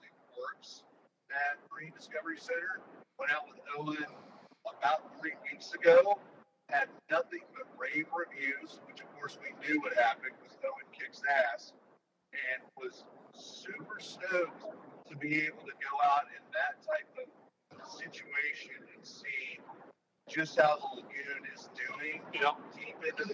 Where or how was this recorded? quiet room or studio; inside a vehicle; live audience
inside a vehicle